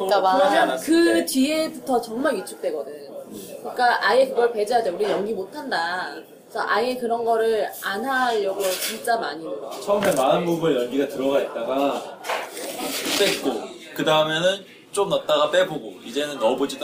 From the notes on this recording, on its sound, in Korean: (무편집) 양꼬치집 공연 수다. 2화 뒤풀이에서 있었던 공연 관련한 수다 녹음했던 게 아까워서 올려봅니다.